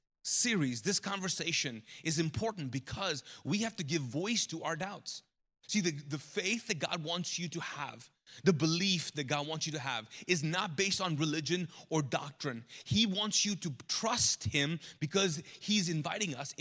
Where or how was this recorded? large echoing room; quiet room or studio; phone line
large echoing room